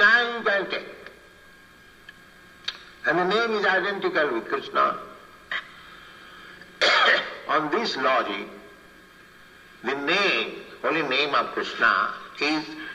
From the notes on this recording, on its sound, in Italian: in diretta dal Tempio di Villa Vrindavana